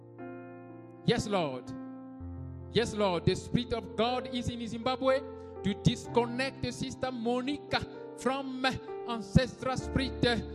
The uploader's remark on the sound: Sunday Live Service - Service Dominical en Direct